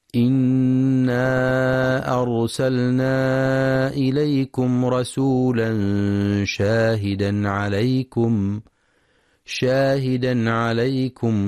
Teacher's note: ينتبه القارئ لتفخيم راء أرسلنا، فهي ساكنة وما قبلها مفتوح، وينتبه للمد المنفصل في إنا أرسلنا، يمد 4 أو 5 حركات في رواية حفص من طريق الشاطبية، وينتبه لترقيق راء فرعون.